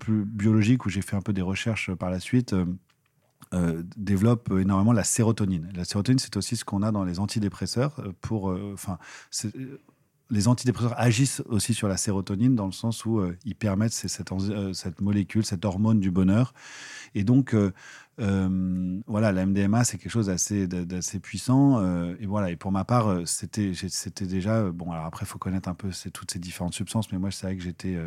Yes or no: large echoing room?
no